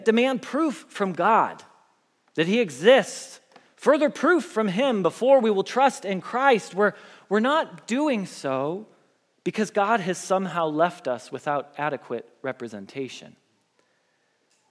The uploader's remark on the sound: Message Preached at Valley Creek Church